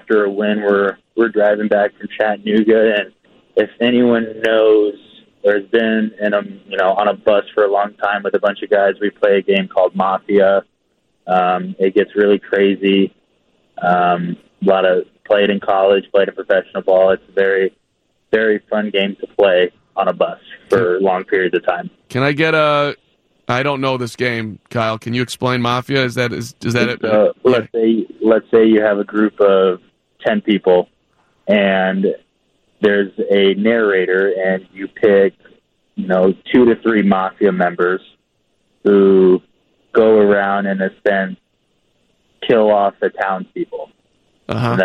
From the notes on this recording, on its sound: takes your phone calls